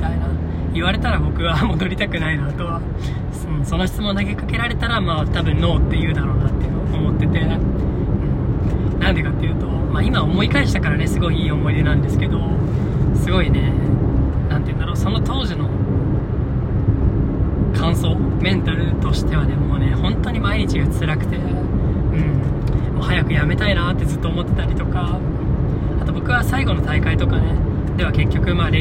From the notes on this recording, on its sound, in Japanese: 初の車内収録でした。時々騒音等あると思いますが、ご了承ください。